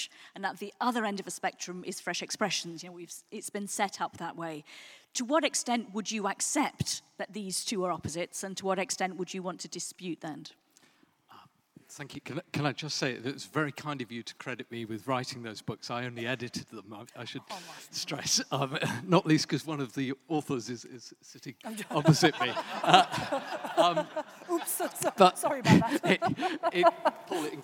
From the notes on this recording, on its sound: An event recorded this week at St Mellitus College. A recording of a lively event at St Mellitus College, in London. It was hosted by the Church Times and SCM Press, and recorded by Captive North.